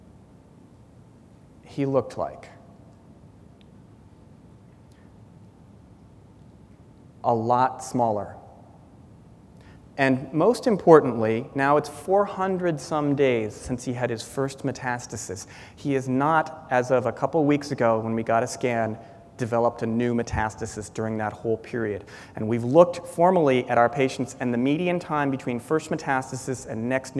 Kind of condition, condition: setting, large echoing room